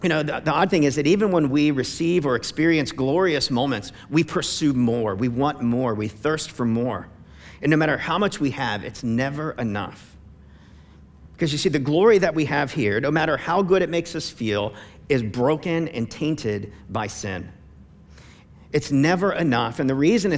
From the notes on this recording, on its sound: preached on November 22, 2015 at Veritas Tri-Village